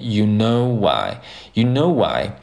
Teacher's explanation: 如果你想连的话呢，就是 you know 和后面的 I，you knowwhy。里面加了一个 w 这个音 · Term: 连读